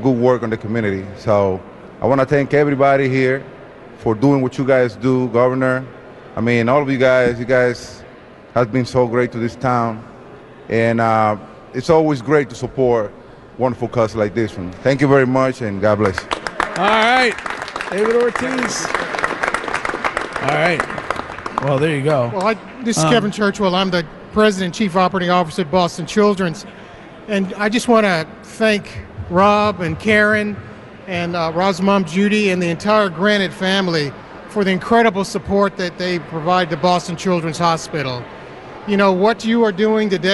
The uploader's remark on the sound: In the final hour of today’s live broadcast from Granite Telecommunication’s annual Buzz-Off.